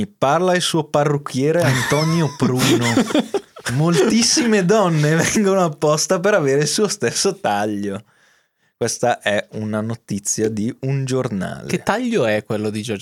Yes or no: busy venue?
no